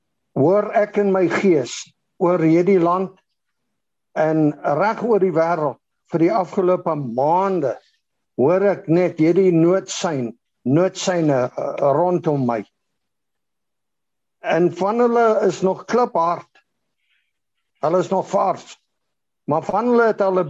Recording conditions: video call